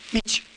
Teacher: la Y medial, mitja, al quedar en posición final, en la forma masculina, no es sonora, porque no se puede pronunciar esta G en posición final sonora, sino que volvemos a encontrar este, mm, este, sonido de neutralización.